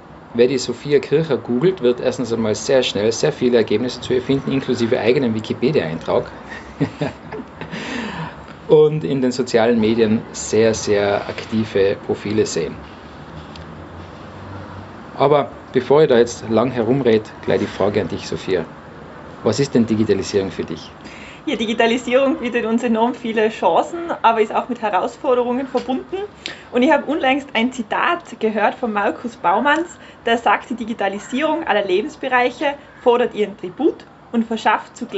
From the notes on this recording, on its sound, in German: das Interview wurde live bei uns am Balkon aufgezeichnet.